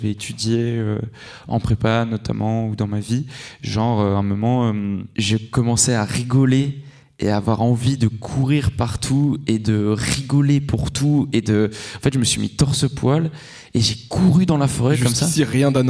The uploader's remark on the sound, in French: Enregistré en public à la Galerie Echomusée dans le 18e arrondissement de Paris. Un merci aux spectateurs.